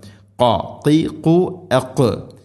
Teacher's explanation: തൊണ്ടയുടെ മുഗൾ ഭാഗവും കഴിഞ്ഞ് ചെറുനാക്ക്, ചെറുനാക്കിൻ്റെ ആ ഒരു ഭാഗത്ത് നിന്നാണ് ഖാഫിൻ്റെ ശബ്ദം